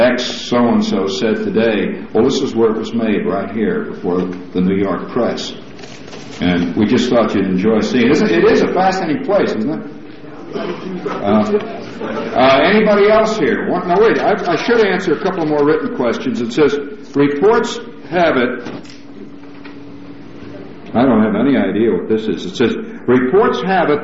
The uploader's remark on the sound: Press Conference